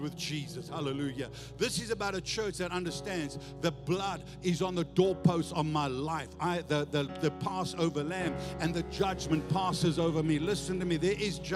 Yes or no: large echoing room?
yes